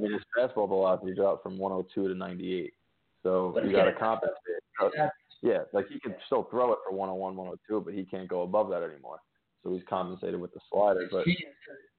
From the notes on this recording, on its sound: answering your phone calls